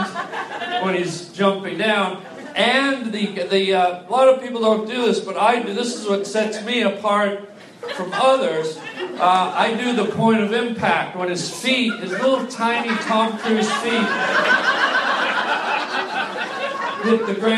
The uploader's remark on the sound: LIVE stand up comedy